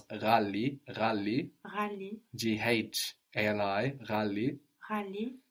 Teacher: So this GH sound is pronounced like with a little throat friction